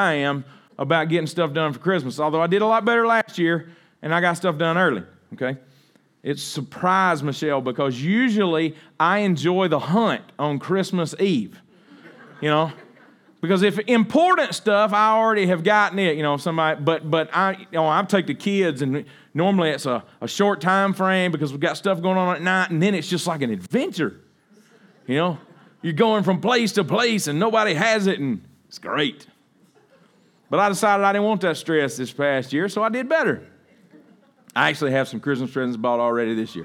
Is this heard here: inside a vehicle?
no